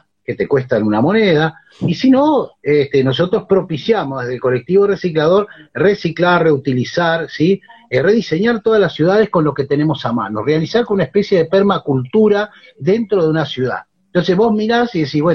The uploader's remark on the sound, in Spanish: Y a pedido de quienes escucharon en vivo, responde preguntas.